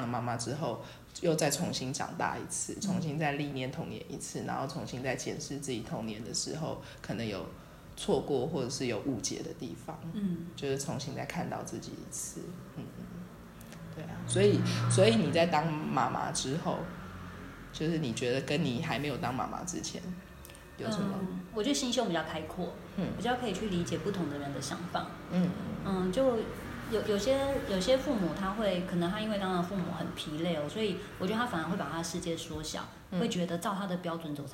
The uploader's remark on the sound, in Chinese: 在書店有一場快樂的對談。剪輯和錄音新手的我們花了一個多月的時間慢慢地整理剪接。